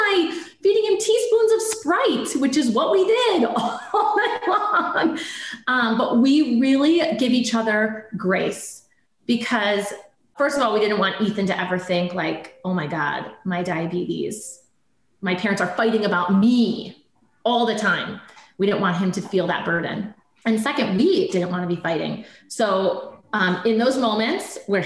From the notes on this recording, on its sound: zoom interview